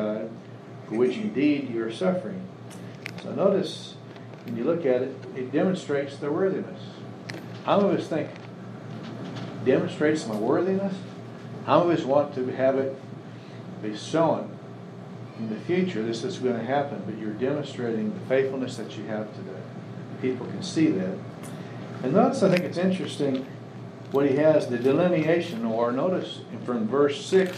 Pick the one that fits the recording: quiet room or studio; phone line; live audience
live audience